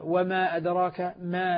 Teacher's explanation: لما أنطق بالميم أجد أن ثمة صوت مصاحب لها وهو صوت الغنة. هذا الصوت مقدارها دون مقدار الغنة عند الميم الساكنة، ليس فيها أدنى زيادة على مقدار الحرف. · Term: أصل الغنة